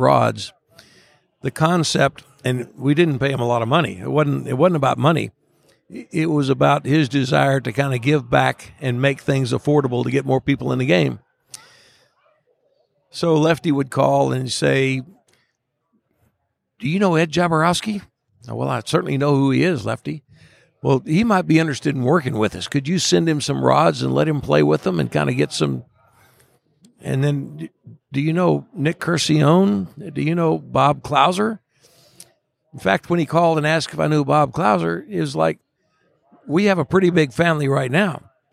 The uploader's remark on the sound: From Day Two of the Virginia Fly Fishing & Wine Festival